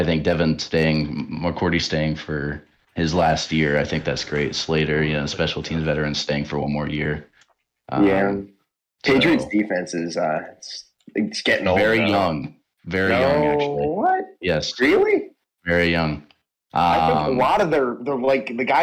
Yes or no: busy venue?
no